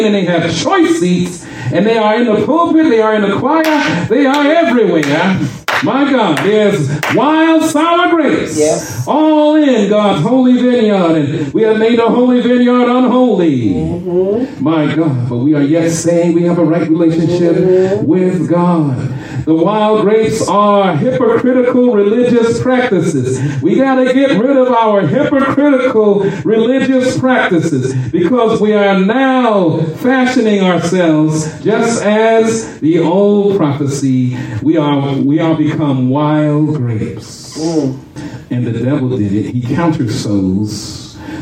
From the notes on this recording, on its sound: shared this message live at RACC on 5/28/23.